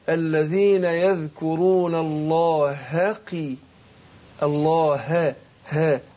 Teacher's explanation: الهاء بتخرج من اقصى الحلق مع الهمزه، فانا اقول ايه الذين يذكرون الله هاقي الله ها ها الذين يذكرون الله قياما كده.